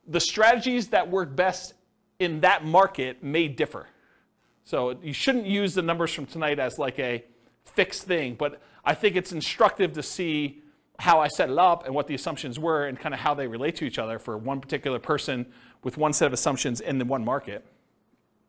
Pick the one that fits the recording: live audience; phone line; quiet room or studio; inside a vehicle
live audience